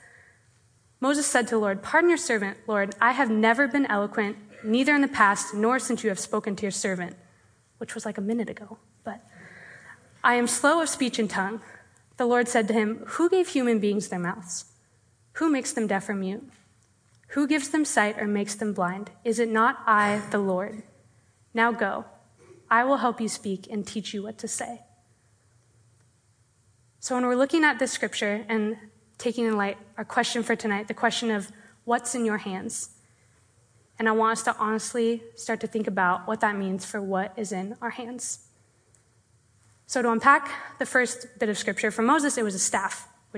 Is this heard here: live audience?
yes